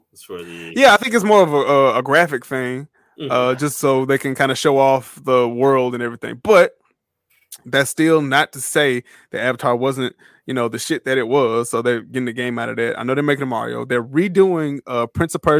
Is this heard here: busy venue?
no